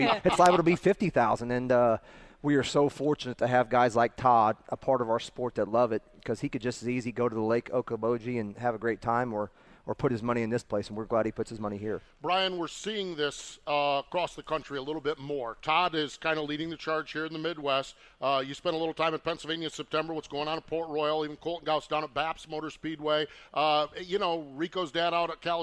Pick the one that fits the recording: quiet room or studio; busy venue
busy venue